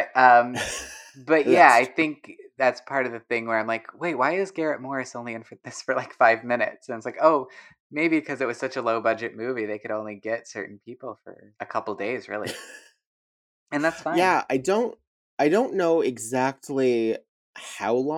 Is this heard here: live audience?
no